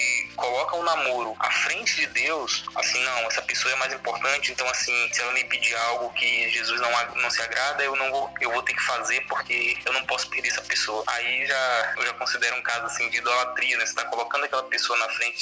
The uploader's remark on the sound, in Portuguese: por vídeochamada